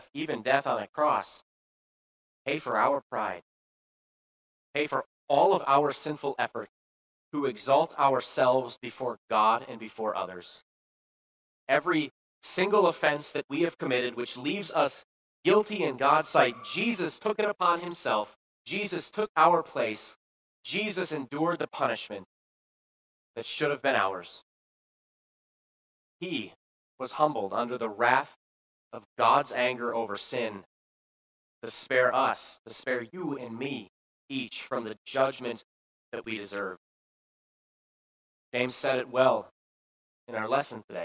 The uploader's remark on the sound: Preached this sermon at Bethany's Sunday worship. Appleton, WI.